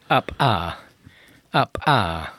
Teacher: Tehát nem attól pattan föl a zár, hogy kiáramlik a levegő, hanem fölpattintjuk a zárat, és csak utána engedjük ki a levegőt · Term: ejektív másolhangzók